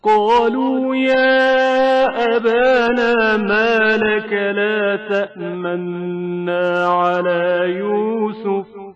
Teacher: صرف قاف اصطلاح کے ساتھ پڑھا جائے گا، جبکہ بقیہ حروف نازک اور باریک آواز سے پڑھے جائیں گے